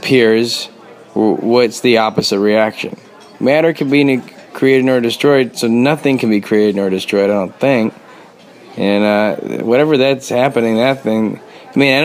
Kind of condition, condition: setting, busy venue